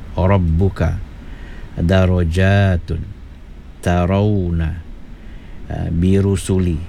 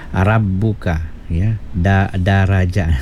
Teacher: huruf ra kena dibaca tafkhim ataupun tebal